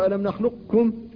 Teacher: فإذا راعيت الاستعلاء فإنك تقول ألم نخلقكم فتبقي معنى القاف، تبقي الاستعلاء الذي فيها